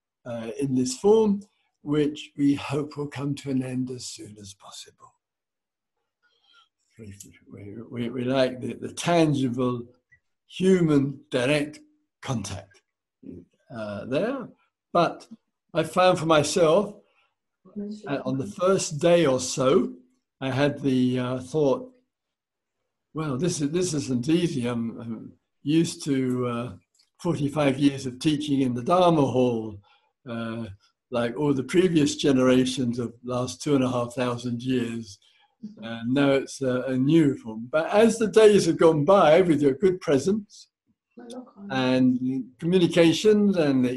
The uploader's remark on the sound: Insight Zoom Retreat